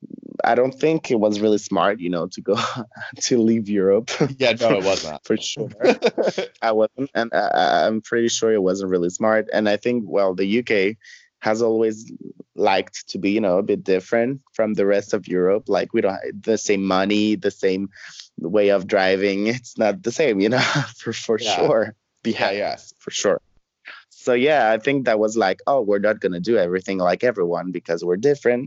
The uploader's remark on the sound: Today we get to Skype with one of my favorite queens in the whole world